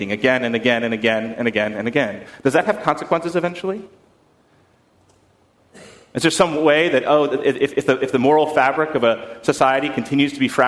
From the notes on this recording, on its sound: at First Congregational Church of Houston on September 15, 2019.